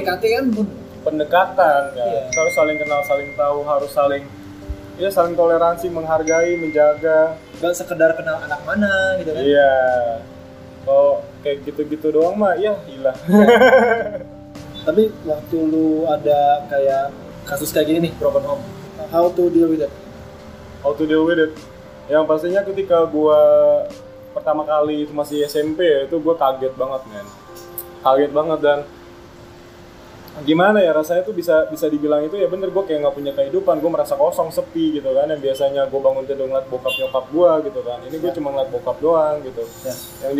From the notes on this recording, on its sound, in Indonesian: Noise yang agak menggangu mohon maaf ya.